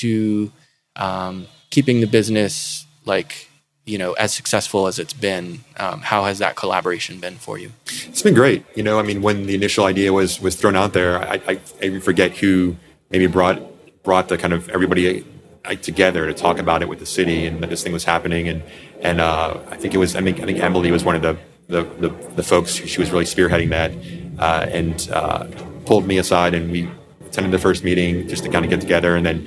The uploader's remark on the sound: Recorded in the alcove at Stardust Video and Coffee on the eve of Record Store Day in April 2022.